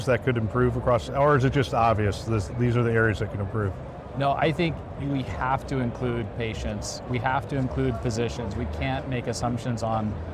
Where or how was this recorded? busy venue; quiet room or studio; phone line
busy venue